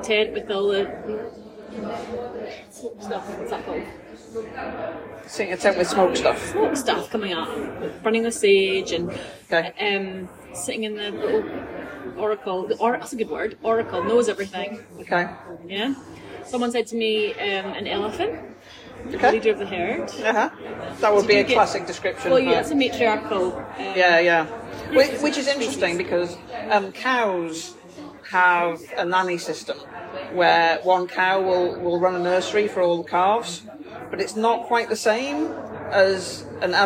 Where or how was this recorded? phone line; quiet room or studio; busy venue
busy venue